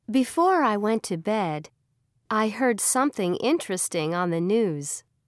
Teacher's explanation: Notice how each clause ends with falling intonation.